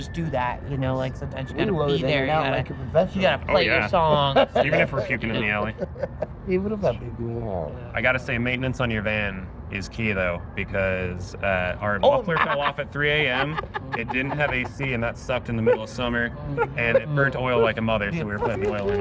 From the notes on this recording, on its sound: At Treefort Music Fest. During Treefort Music Fest in Boise Idaho. We were outside of this random alleyway across from these big buildings.